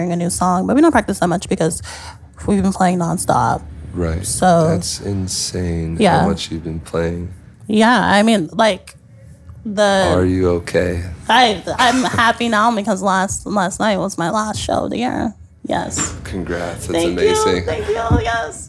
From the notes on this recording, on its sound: Sat down backstage at Pitchfork Music Festival. We recorded even more podcasts backstage at Pitchfork Music Fest.